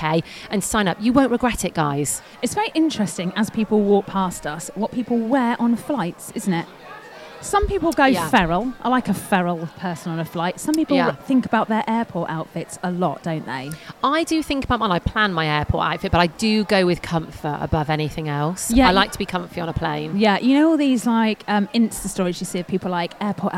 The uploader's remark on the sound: On todays show we are LIVE from East Midlands Airport departures lounge!